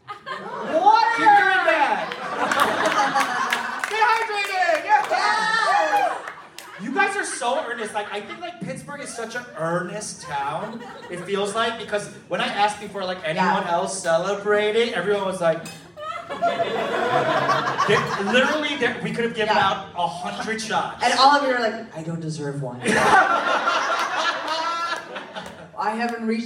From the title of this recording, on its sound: City Winery Pittsburgh Live